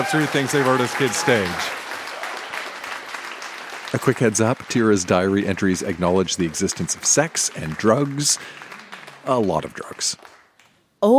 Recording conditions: live audience